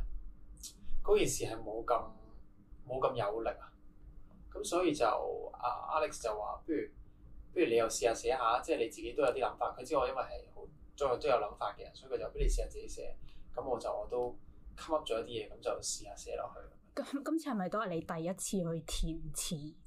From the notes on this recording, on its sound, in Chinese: 靚仔到電親我枝咪，今集嘅音質有啲差。